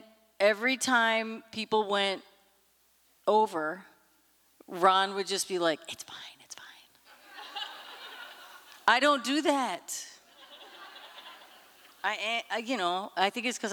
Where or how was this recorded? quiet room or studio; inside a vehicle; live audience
live audience